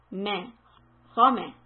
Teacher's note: But for the next word, Ma, the back of the tongue will go down.